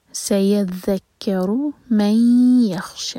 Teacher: ساتھ تو دو سیکنڈس کا ٹائم دیں گے من یخشا شا دو حرکہ لمبا شین پر فتحہ ساتھ میں ہے الف مقصورہ تو اس لیے یہ ہے دو حرکہ لمبا سیذکر من یخشا